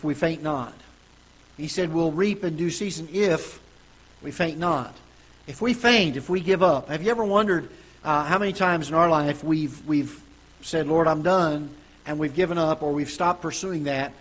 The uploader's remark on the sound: Ketha Heights Baptist Church ~ Live Broadcast